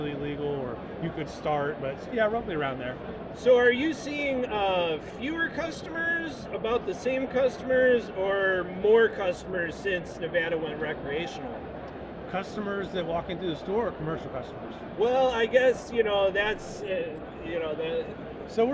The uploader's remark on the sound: Recorded at the 2022 MJ Biz Convention in Las Vegas, last November.